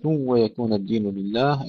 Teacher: إدغام خلف عن حمزة بلا غنة